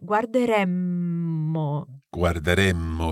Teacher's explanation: So we need to keep the vowel E very, very short to allow for a longer M. · Term: double M